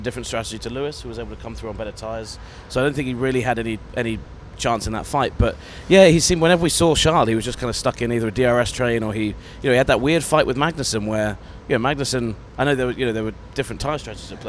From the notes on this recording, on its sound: on location at the Miami Grand Prix